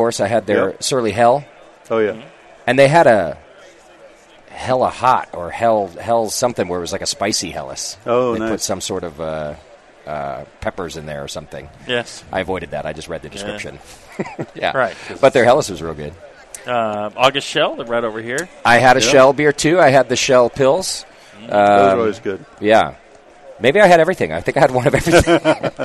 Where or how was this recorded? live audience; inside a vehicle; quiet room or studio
live audience